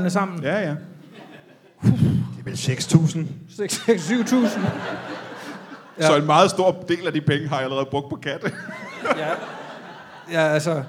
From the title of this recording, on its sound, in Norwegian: LIVE fra Comedy Zoo